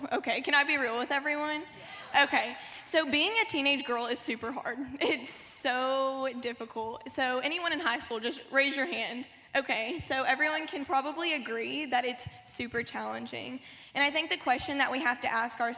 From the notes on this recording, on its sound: Panel Discussion and Sermon from WOMAN Night, March 31, 2017, at the Cabot campus of newlifechurch.tv